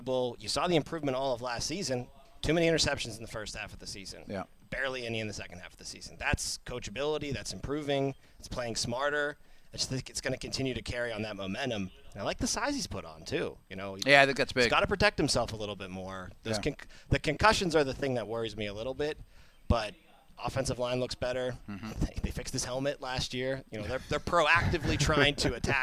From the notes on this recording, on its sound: The Drive live from OTAs Day 5. Live from the UMPC Rooney Sports Complex.